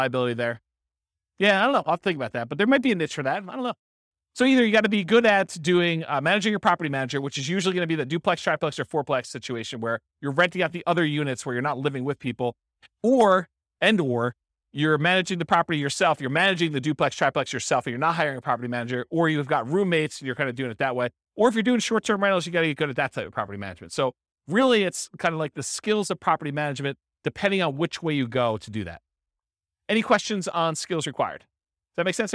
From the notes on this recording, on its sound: This was a live class recorded